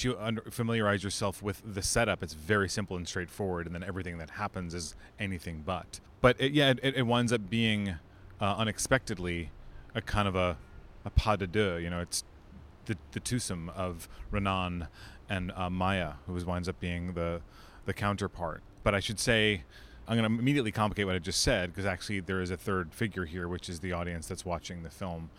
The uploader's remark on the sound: as you’ll hear, this is my first episode in a long time that I have recorded in the great outdoors, so enjoy the mild breeze.